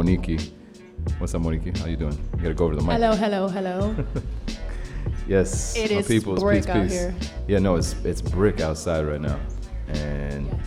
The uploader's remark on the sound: Originally broadcast live on December 19, 2016 from the storefront of The Late Late Bar on Houston Street in New York City.